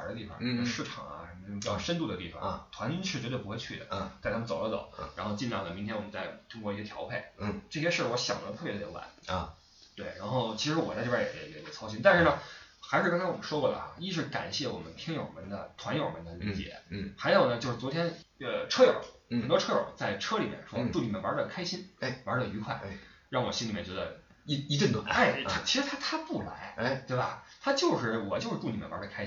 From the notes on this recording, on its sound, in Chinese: 出门在外没带专业话筒，音质抱歉